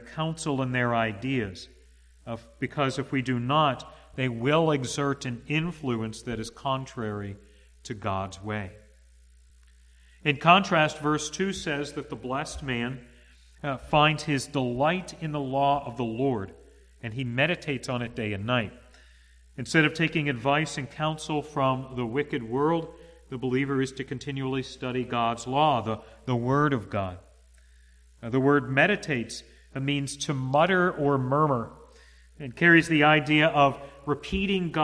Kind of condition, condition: setting, large echoing room